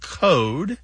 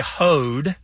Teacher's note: they drop L sounds before what are known by linguists as back vowels, such as O. These are vowels literally pronounced in the back of the mouth, especially when those vowels happen before certain consonants.